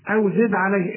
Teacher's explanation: الدال قلقلها عند الوقف وعند الوصف عليه.